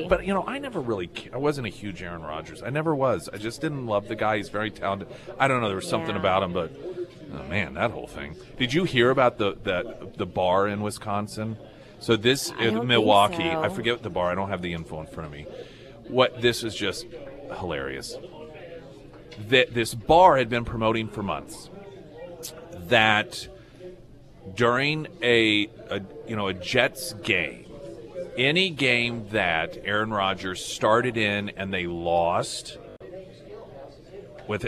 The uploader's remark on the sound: Live at Scramblers Diner.